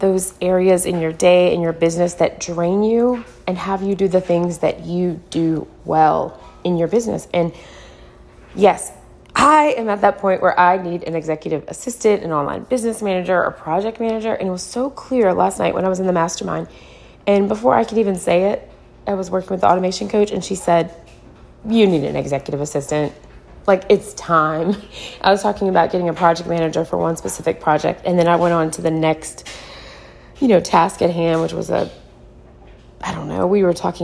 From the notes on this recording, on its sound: Just the raw unedited episode that I recorded while cutting apples, laundry going in the background on a Friday morning.